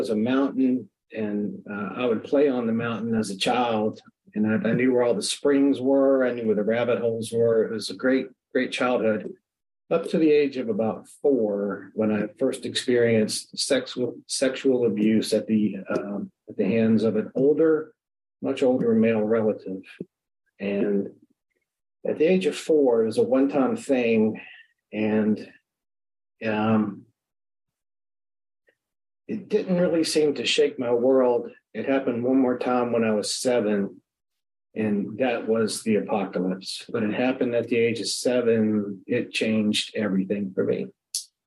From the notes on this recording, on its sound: at the Magical Mystery Tour zoom meeting in March of 2022